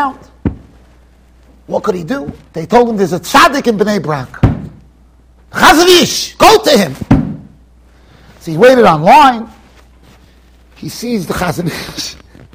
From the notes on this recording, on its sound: Shiur recorded in Yeshivas Ohr Reuven, Monsey NY.